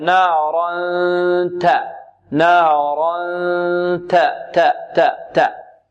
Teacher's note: مؤخرة، مؤخرة اللسان، وسط اللسان، طرف اللسان، رأس اللسان، وهكذا. إذن التاء تخرج من طرف اللسان مع الحلك الأعلى